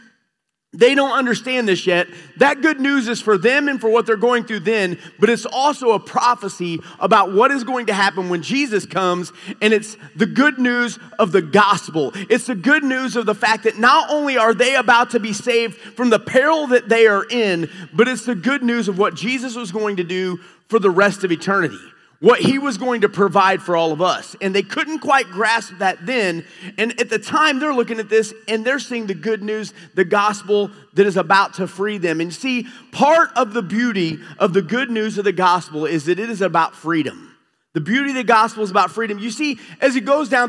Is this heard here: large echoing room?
yes